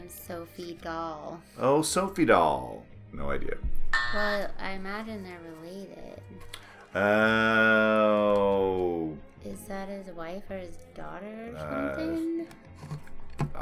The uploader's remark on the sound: Sorry for the ambient noise.